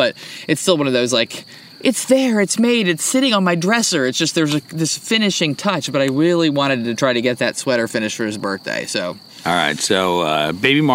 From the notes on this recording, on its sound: There’s nothing like hanging out by the firepit on a cool spring evening; good conversation and spirits, the sound of crickets chirping underneath the big yellow moon.